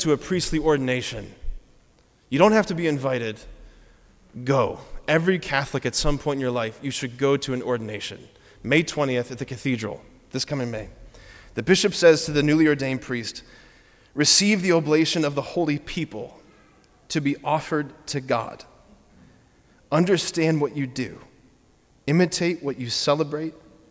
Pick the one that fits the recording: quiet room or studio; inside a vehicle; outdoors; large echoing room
large echoing room